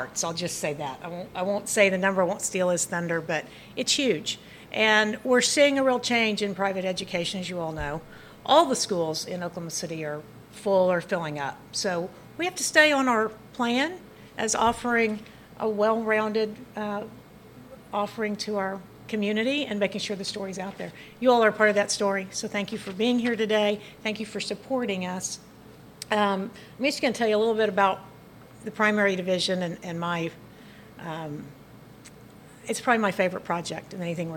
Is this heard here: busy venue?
yes